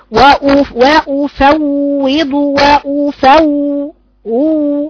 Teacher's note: لما اجي اقرا الواو ما تجريش عليها لان صوتها بيجري، صوتها فيه رخاوه. · Term: صفة رخاوة